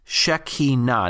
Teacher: Now, sometimes it's mispronounced as Shekinah, but the emphasis is on the ultimate or final syllable. So it's not Shekinah, but Shekinah, right?